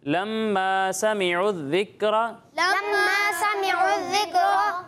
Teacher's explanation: دال میں سیٹی کی آواز نہیں آئے گی